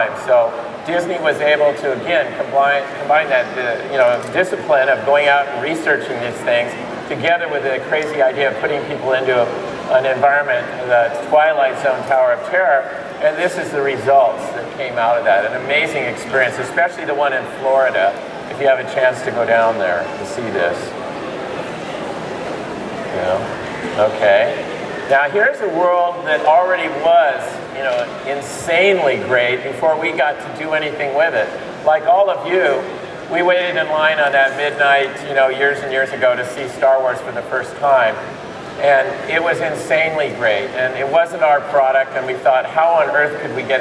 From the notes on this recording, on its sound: This video was captured LIVE at MakerFaire 2008 in San Mateo, California